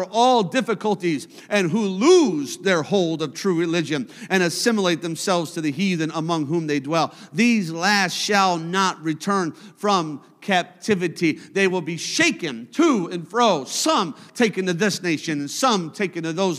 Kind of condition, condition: setting, large echoing room